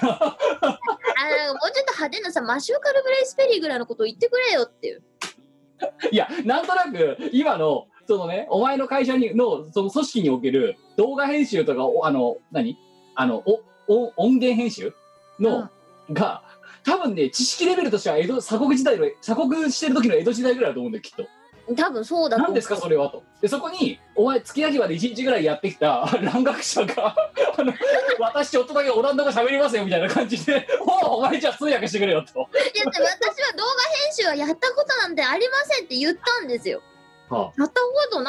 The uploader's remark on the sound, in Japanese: 本番組はリモート収録です。収録時環境の影響により、聴き取り辛い部分があります。